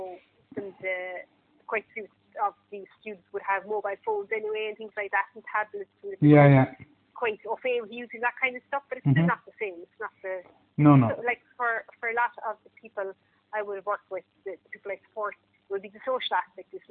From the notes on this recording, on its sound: All my conversations are taken in the form of recorded phone calls and no editing of any kind takes place.